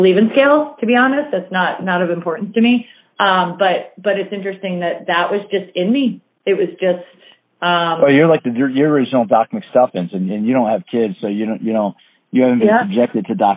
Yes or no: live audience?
no